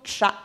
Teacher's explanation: les affriqués non voisés qui sont des sons composites importés souvent d'une langue étrangère comme par exemple le, le son tcha dans tchador. Nous allons